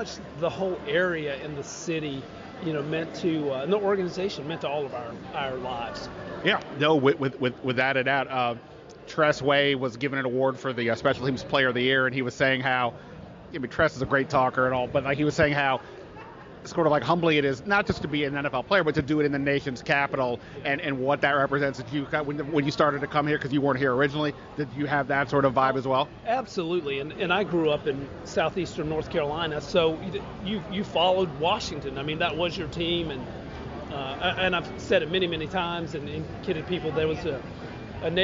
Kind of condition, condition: setting, busy venue